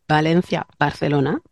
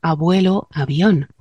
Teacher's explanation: Pero bueno, se pronuncian igual, las dos a principio de palabra, por ejemplo, Valencia, Barcelona, pero dentro de una palabra se pronuncian más suaves las dos, abuelo, avión, ¿vale? Aunque sea la misma bilabial, es suave intervocálica · Shown in: second take